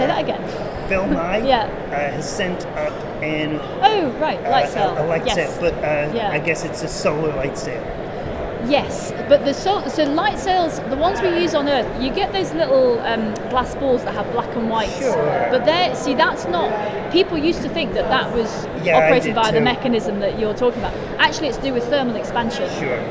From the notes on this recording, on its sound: This was recorded at Fully Charged Live 2018.